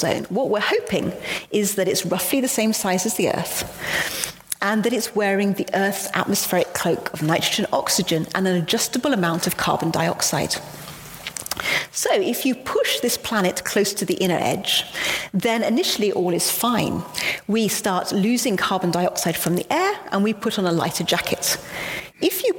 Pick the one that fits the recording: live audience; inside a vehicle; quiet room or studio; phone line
live audience